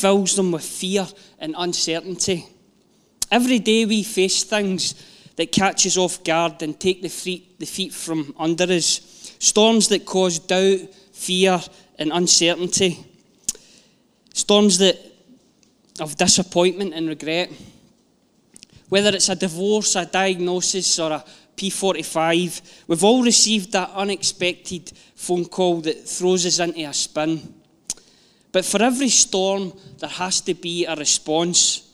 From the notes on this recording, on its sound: Live from our Sunday gathering